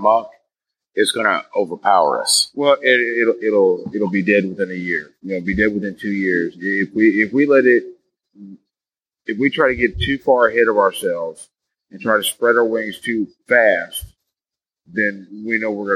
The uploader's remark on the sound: Live From Mission Critical. Now the sound quality isn't the same level that I am used to cranking out but that is part of the fun of trying new things out.